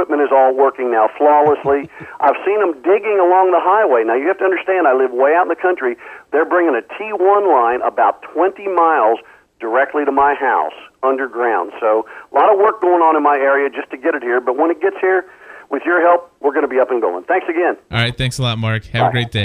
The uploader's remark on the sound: take a live call